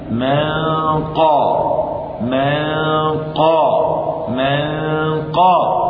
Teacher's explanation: قالوا إلا في مسألتين فقط، النون مع القاف، النون من طرف اللسان والقاف من أقصى اللسان، النون من طرف اللسان والقاف من أقصى اللسان من طرف البعد ابتعد في المخرج وفي الصف، حكمه الإخفاء.